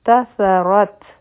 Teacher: او په تا باندې به همس کو ځکه چې په دې باندې سکون دی یعنی زمونږ سابه جاری وي